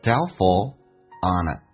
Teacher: Doubtful 那个 T 是可以不用发音的，当两个辅音在一起，那个 FUL 发 FUL，但是那个 A 也可以不用发音，在美式发音当中因为被 L 所吸收了，就变成 Doubtful onit， on 跟 it 有一个连音叫 onit，如果你看起来皱眉头，你向他皱眉头看起来不是很确定。